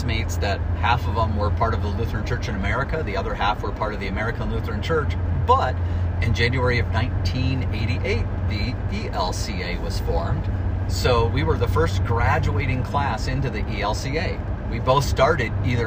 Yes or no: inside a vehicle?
yes